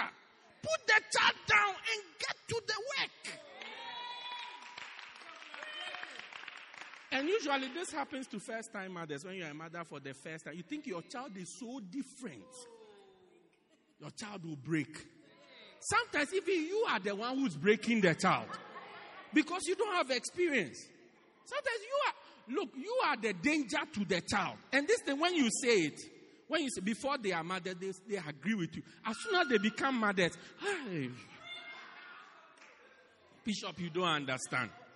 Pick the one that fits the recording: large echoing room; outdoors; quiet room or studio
large echoing room